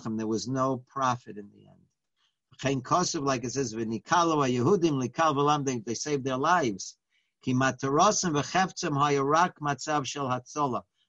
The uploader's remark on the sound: Live On Zoom: 7-6-2020